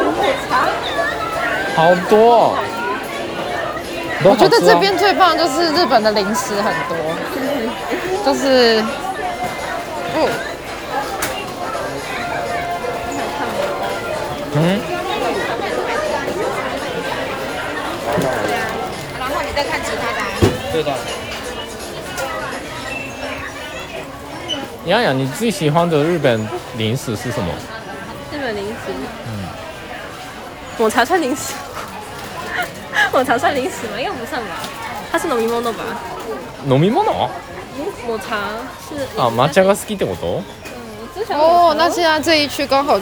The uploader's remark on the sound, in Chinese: 屋外実況。台湾西門町のドンキホーテ店で実況してみた！唐吉哥德西門店現場實況收音。